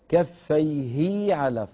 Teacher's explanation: فأشبع الكسرة في كفيه. هكذا يفعل عبد الله بن كثير وهكذا رواها لنا.